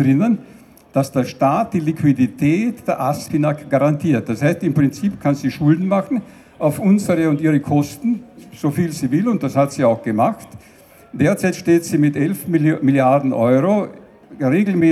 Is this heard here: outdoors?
yes